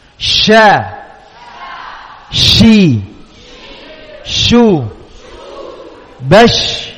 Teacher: Masih tengah lidah kita baca makhrajnya shin.